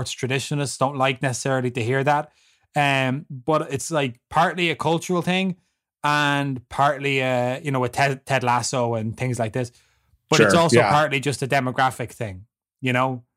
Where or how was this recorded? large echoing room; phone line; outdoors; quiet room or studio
quiet room or studio